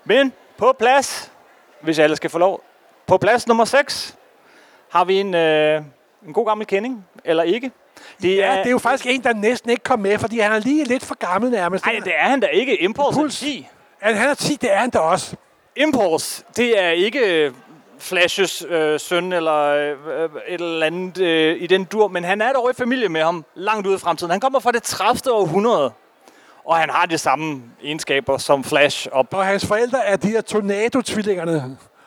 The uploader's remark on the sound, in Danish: Live fra Copenhagen Comics 2023